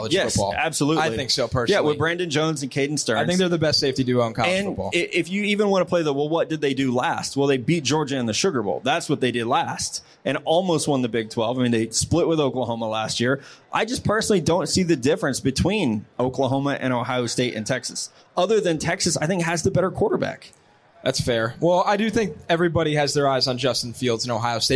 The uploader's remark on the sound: Live from Caesar's Palace